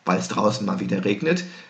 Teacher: Und diese Art von Klammer, die ich eben gerade mit, weil es draußen mal wieder regnet, gesetzt habe, weil ich es tieftoniger, ein bisschen schneller, ein bisschen behauchter, ein bisschen leiser gesprochen habe